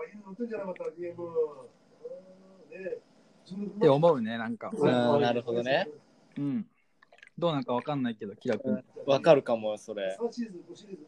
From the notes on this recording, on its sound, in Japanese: かなり雑音が入ってます。聞きづらいかもしれないです。